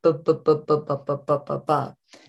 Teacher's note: the B sound is very short. It's an oral stop in our language, and it's about 30 milliseconds long. It's very, very short.